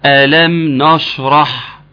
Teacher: فالراء المفخمه شدت الشين خلتها شا، والشين وهي طالعه فوق خدت النون معاها خلتها نا